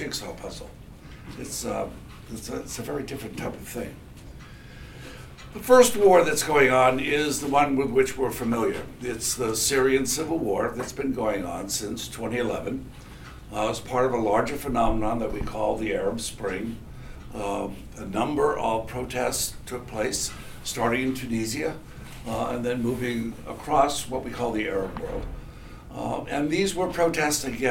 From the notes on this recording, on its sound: This lecture was recorded on March 22, 2016 in Machmer at UMass Amherst.